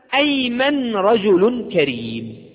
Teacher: فنطقت همزة حين الابتداء بها · Term: همزة القطع